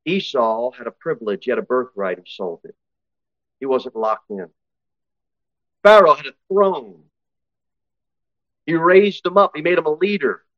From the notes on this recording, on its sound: Sermon delivered at Pilgrim Baptist Church